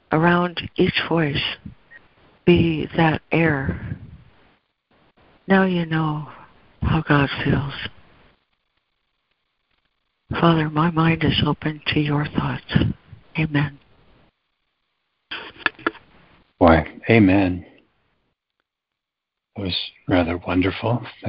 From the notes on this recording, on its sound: ACIM Daily Conference Call